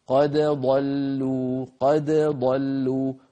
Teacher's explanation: فنظهر الدال عند الضاد هكذا قد ضلوا قد ضلوا ولا يتداخل الحرفان.